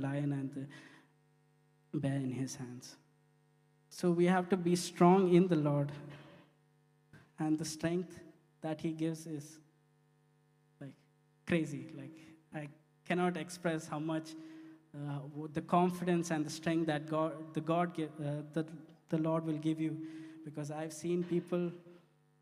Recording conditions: large echoing room